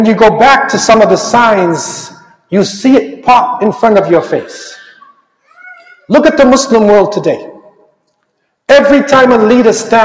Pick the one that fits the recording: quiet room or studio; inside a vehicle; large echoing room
large echoing room